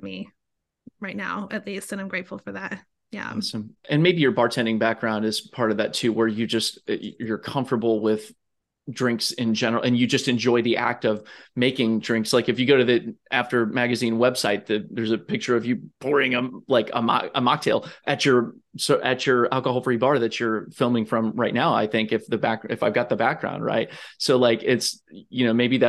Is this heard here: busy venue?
no